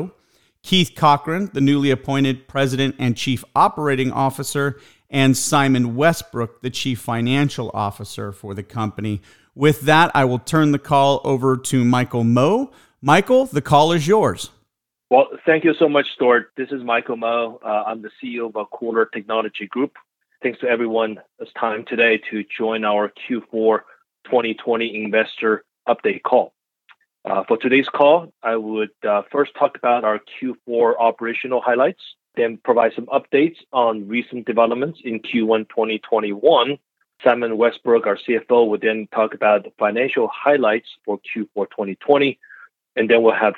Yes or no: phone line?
yes